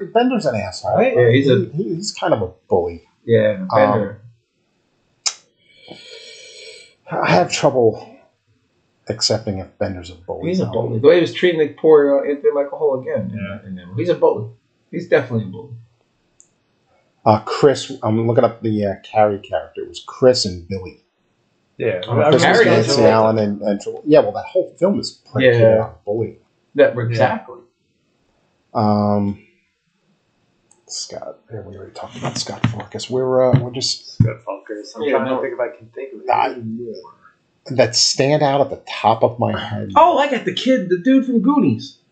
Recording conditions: poor sound quality